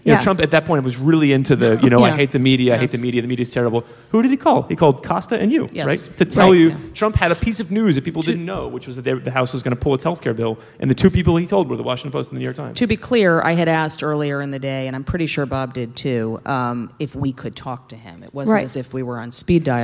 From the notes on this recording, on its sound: at the 2017 Texas Tribune Festival in Austin